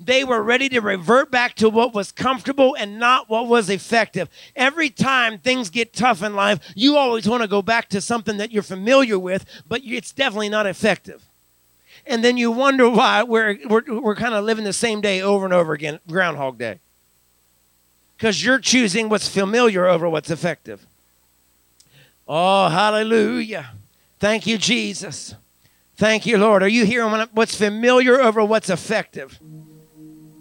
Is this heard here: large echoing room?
yes